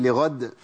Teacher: لأن الدال عندي مقلقلة عند الوقت